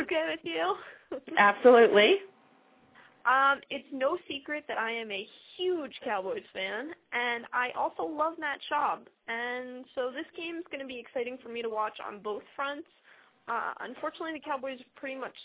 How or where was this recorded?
phone line